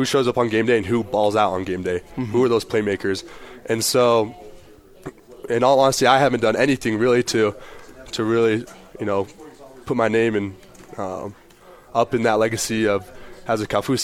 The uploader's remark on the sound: live from BYU Football Media Day